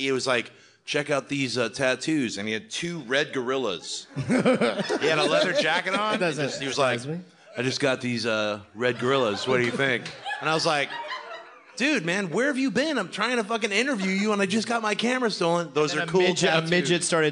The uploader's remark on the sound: Get your ears ready for this LIVE episode direct from Brooklyn New York!